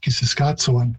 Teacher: Plains Cree tends to use a ts sound more than a ch, but ch can be used in some dialects, and so I'm not surprised that that's how most people pronounce it.